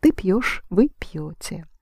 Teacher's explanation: the ending is stressed